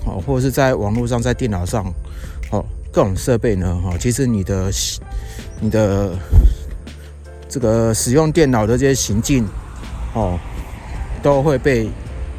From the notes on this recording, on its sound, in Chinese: 本集特別在外用 iPhone 11 Pro 內建的立體聲麥克風錄製，防風效果普普。但蠻清析的。